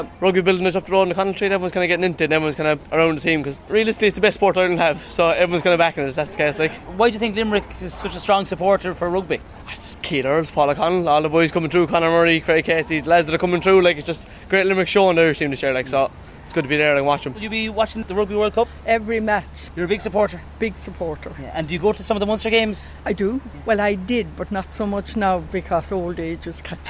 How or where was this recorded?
busy venue